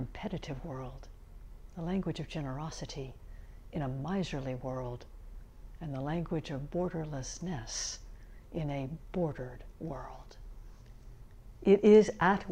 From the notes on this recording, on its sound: Sermons from Old South Church in Boston